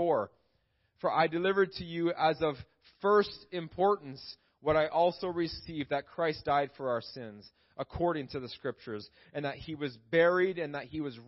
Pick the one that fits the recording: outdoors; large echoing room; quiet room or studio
large echoing room